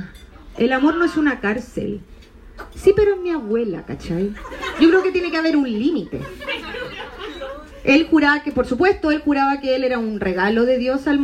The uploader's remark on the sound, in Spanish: Este es el audio de un show en el que probé chistes. No es pulcro, ni pretende serlo, algunos chistecitos funcionaron, otros no, es una foto de un show, de un momento, para ti, con errores, fomeos y todo.